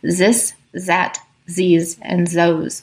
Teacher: A person whose first language is French typically replaces the voiced TH with another voiced sound, which in French is often a Z.